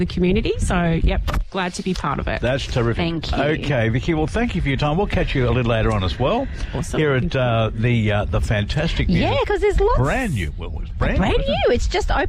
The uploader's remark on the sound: We were live at Burbank at Saddles 8am - 10am. Celebrating the Opening of Burbank Saddles Garden Centre Mt White. We were live at Burbank at Saddles 8am - 10am.